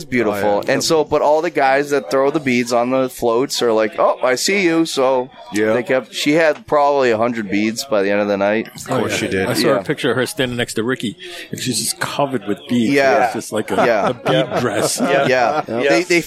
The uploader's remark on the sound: Recorded live in the 7-20-4 Lounge!